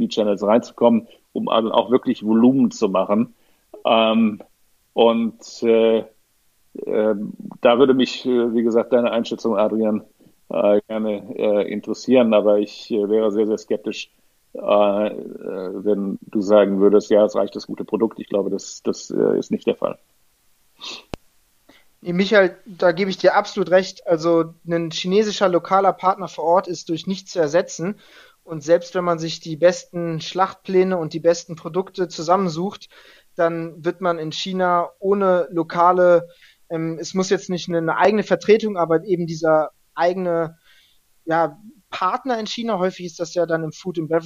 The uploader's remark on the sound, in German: Clubhouse Sendung - Liveaufnahme. In dieser spontanter Aufnahme wurde die Live-Diskussion in der Clubhouse Sendung "ChinaClub" am 30.